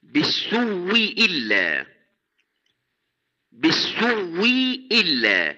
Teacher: علمنا إن فيه التسهيل كما قلنا، لكن فيه وجه آخر زيادة على هذا الوجه، وهما أن الهمزة الأولى واوا، ثم أبدل هذه الواو المبدلة في الواو التي قبلها في كلمة بالسوء، فيصير النطق بواو مشددة بعد السين وبعدها همزة مكسورة